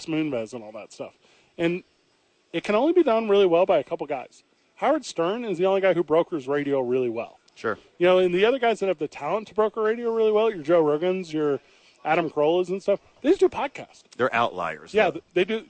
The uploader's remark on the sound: live from ABQ AX